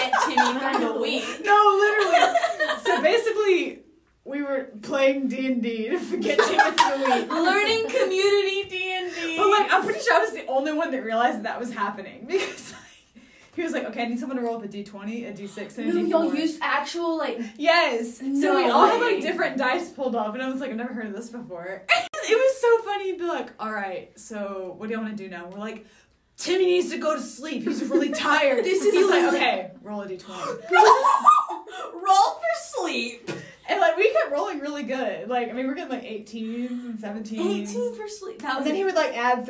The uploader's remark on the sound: Sorry for our technical difficulties, we have some solutions to audio problems that we hope to be able to solve soon.